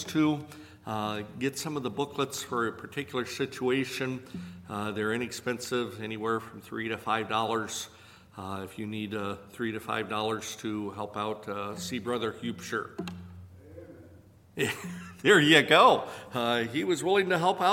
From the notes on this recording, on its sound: A few speakers and members of the audience share tips and experiences.